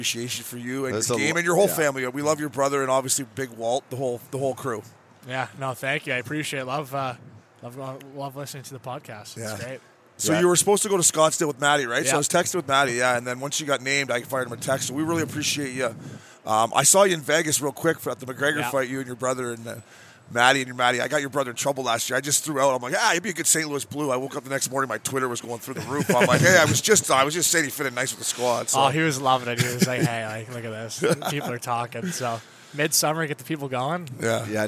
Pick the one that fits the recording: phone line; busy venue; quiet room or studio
busy venue